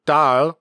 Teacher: the word dal, or moon, is pronounced with a low pitch in North Gyeongsang